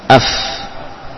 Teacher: Bibir bawah, bagian dalam dengan gigi seri atas · Term: Huruf fa